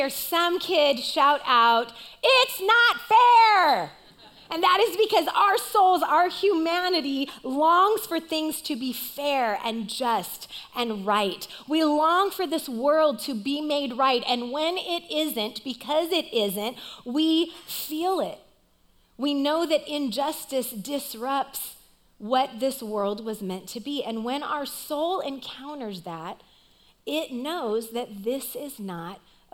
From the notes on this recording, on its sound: Recorded live at CrossWinds Church on October 1st , 2023.